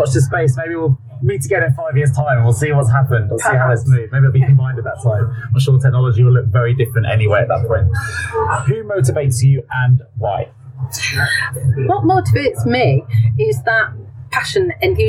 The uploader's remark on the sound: Recorded live after the recent CIPP annual Excellent Conference and Awards in Birmingham at the Hilton Metropole (so please excuse the background noise).